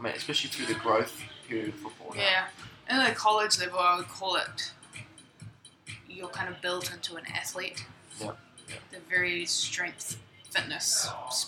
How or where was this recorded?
busy venue